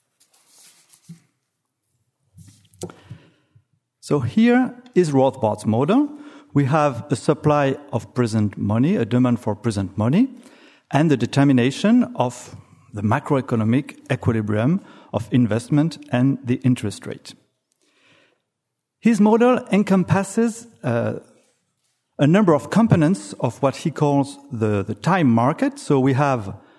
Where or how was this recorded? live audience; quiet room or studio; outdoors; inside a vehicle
live audience